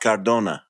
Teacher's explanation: You don't have to roll the R because it's only one R.